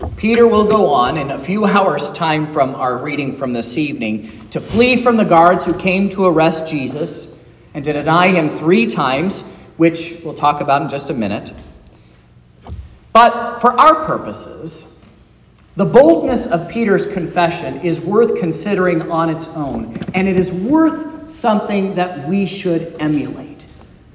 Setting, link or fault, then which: setting, large echoing room